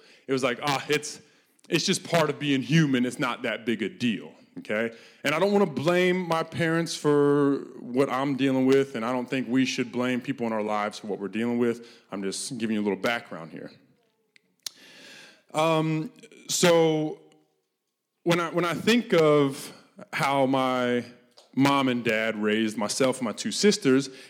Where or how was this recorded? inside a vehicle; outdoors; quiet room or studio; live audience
live audience